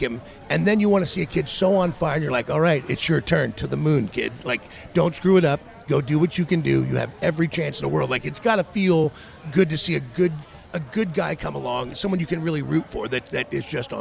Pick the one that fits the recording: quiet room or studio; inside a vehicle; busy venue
busy venue